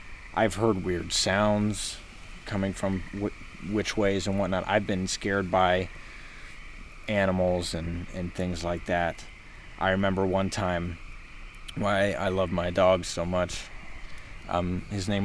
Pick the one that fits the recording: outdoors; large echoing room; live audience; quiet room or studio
outdoors